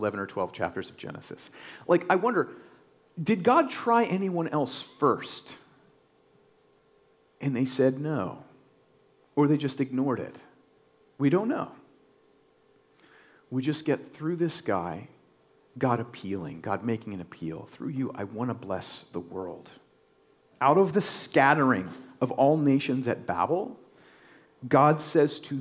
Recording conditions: large echoing room